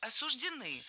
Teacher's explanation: Ударение в этом слове ставим на окончание.